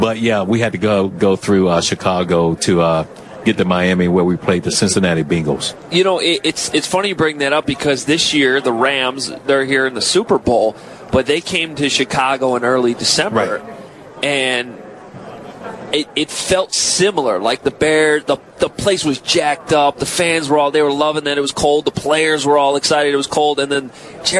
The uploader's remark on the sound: Live From Radio Row